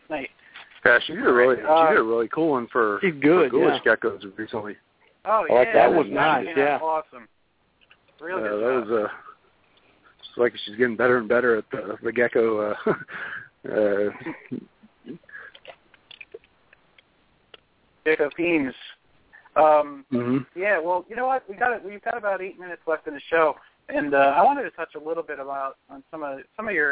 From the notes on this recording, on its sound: In this episode we will host an evening of open lines. We may even make a few of our own phone calls.